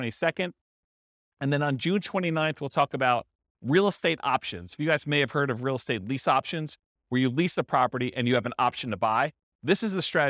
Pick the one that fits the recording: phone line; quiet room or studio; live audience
live audience